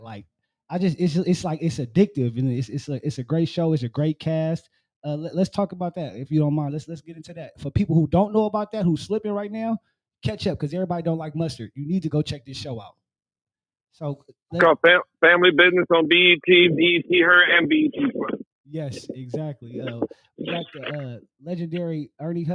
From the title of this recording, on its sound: Phone Interview